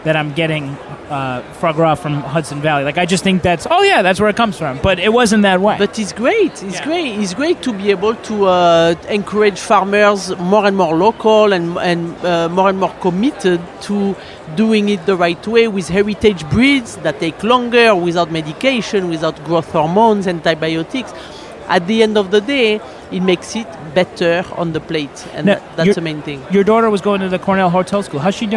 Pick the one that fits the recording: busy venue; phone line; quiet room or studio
busy venue